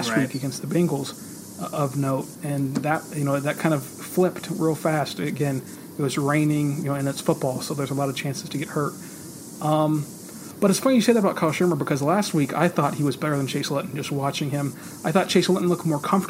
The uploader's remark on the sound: We apologize for the audio quality in terms of background noise on this episode.